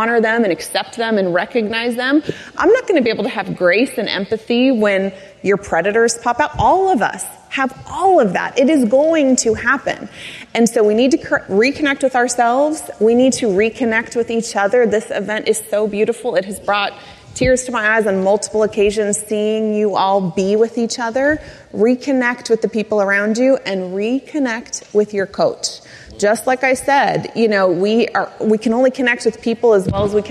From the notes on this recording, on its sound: The second part of a live recording from The Peak Experience.